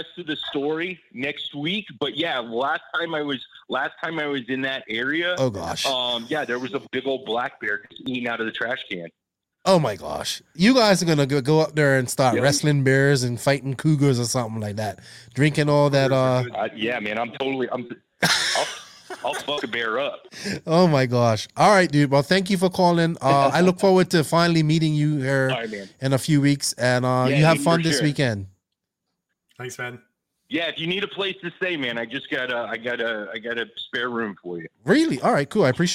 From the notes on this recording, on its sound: Here is the audio from the last NNRC Hotline. We ended up just chatting and taking some phone calls from the listeners.